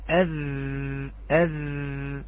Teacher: نلاحظ أن هناك التصاق أكثر من الثاء، التصاق أكثر من الثاء مع أطراف الثنايا العليا